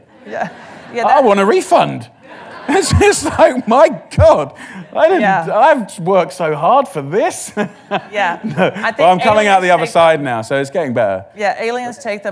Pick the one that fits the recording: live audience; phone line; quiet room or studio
live audience